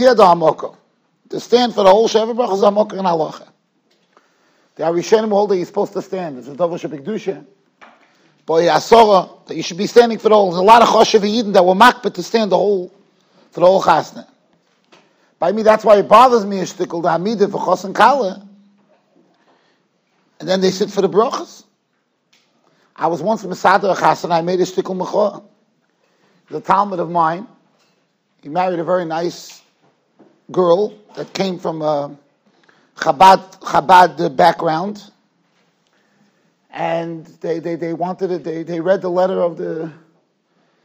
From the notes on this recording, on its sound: Shiur recorded in Yeshivas Ohr Reuven, Monsey, NY.